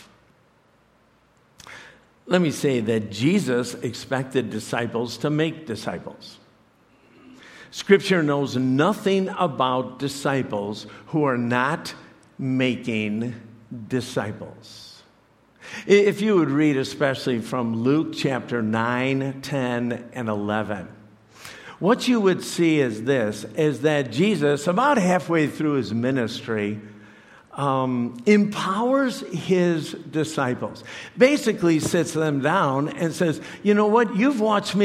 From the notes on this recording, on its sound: preached this message to CrossPoint Church